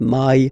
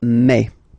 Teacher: In French, remember, when you combine this A and then E vowels, you get the sound A, A. So really open A · Shown in: second take · okay? And then you pronounce it me, me.